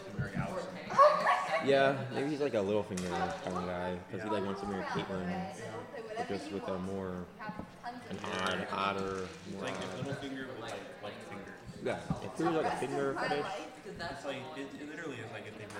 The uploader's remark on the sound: Comes to you from a small-town coffee shop and prominently features the background noise of a small family playing a board game! Recorded on one microphone laying flat on the table.